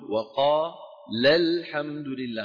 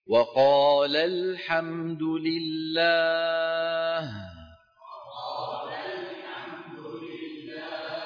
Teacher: شايفين الألف تبع قال للتثنية سقطت لفظا